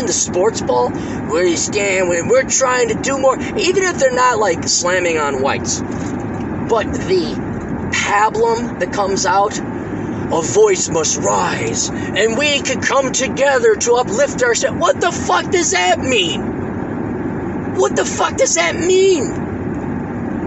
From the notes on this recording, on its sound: Records while driving to rural Minnesota for one last final time before he moves to South Dakota.